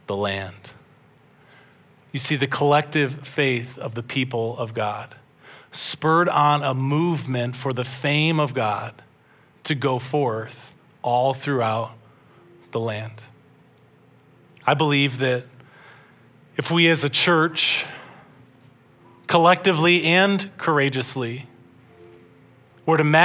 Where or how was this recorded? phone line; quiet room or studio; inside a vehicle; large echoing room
large echoing room